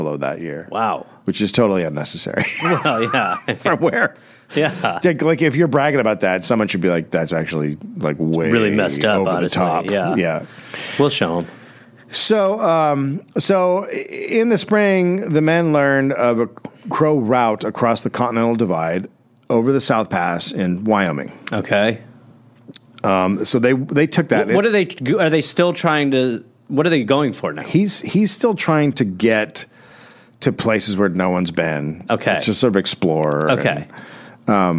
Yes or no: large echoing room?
no